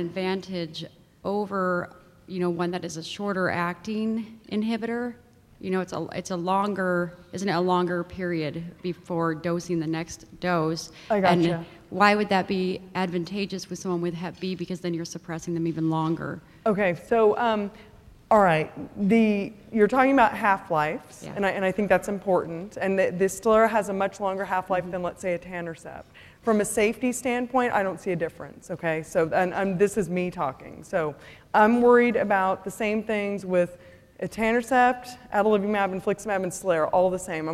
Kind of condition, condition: setting, live audience